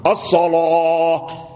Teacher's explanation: وإذا غلظت فتحة يعني قربت من الضمة، والألف الذي بعدها يقرب من الواو · Term: اللام مفخم